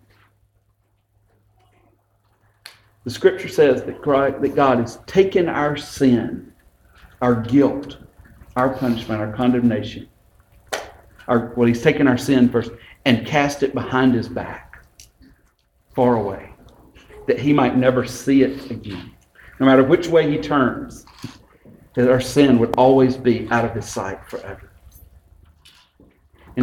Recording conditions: large echoing room